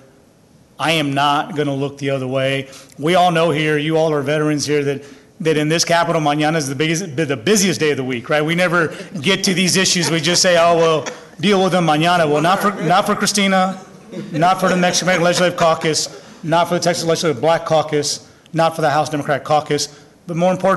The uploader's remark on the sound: a press conference on March 8th at the Texas State Capitol